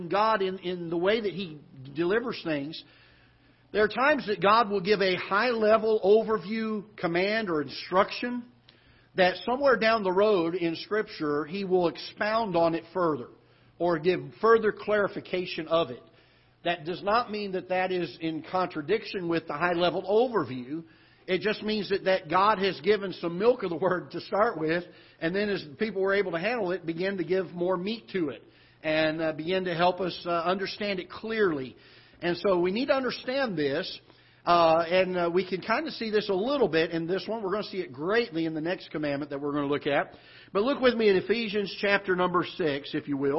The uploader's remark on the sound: Ketha Heights Baptist Church ~ Live Broadcast